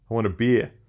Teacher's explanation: that Boston accent's non-rhotic, so they don't pronounce the R's